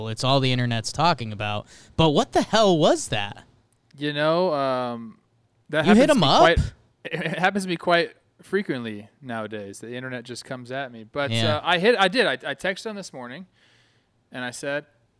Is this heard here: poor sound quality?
no